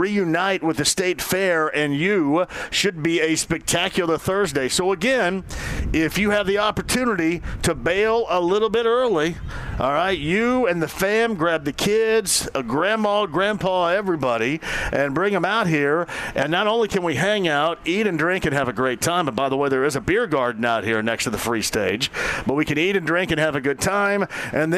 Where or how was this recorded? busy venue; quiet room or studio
busy venue